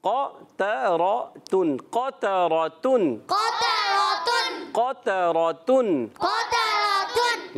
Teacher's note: قاف پر تا باریک پھر را پر پھر تا باریک